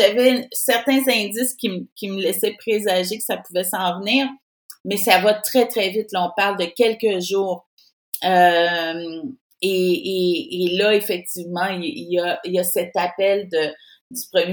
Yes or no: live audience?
no